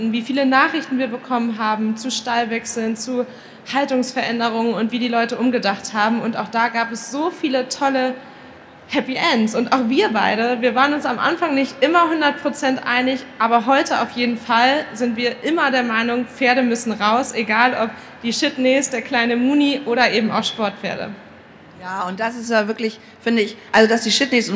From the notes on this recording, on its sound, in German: Hatten einen Live-Auftritt auf der Messe „Pferd & Jagd“ in Hannover.